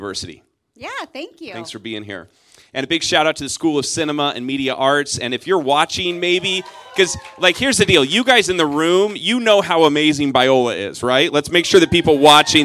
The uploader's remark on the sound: Live at Biola University in front of a packed student body audience for this special two part interview.